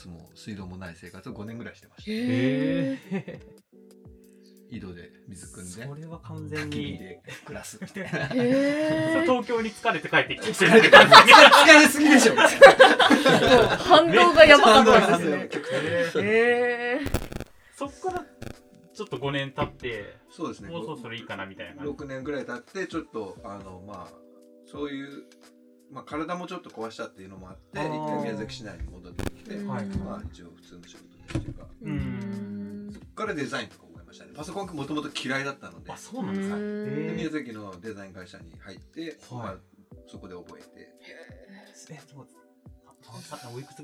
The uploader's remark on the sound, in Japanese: 引き続き、収録はポロポロ書店の店内で行なっています。相変わらずノイズ多めですが、悪しからず。